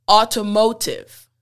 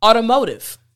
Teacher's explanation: The T's start to sound a little bit more like D's. · Shown in: second take